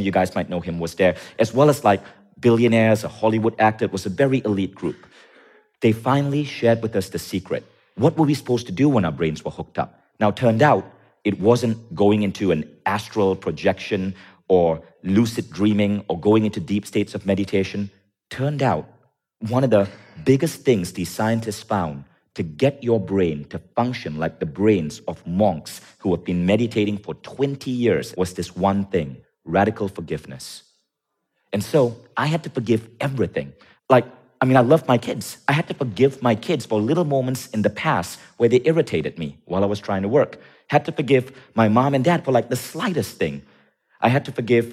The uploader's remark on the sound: Tune in to this episode special with three special guests on stage. At Mindvalley’s A-Fest.